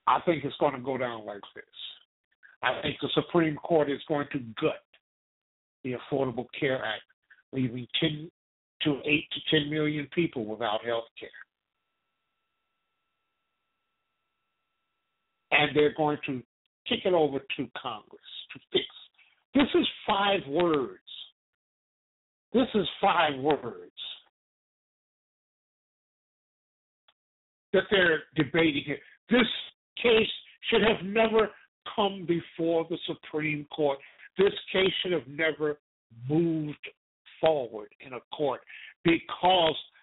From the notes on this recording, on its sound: TALK RADIO. LIVE and call-in broadcast.